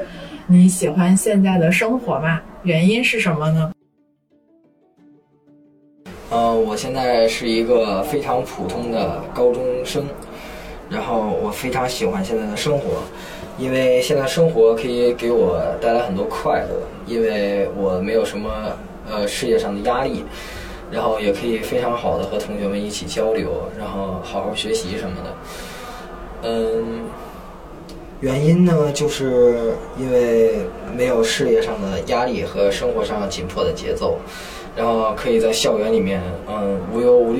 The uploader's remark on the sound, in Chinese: 我们在北京天桥艺术中心搞了件大事——发现喜剧周。在那里我们搭起了一个电话亭。观众走进电话亭聊聊自己。受限于收音条件，背景音会有些嘈杂。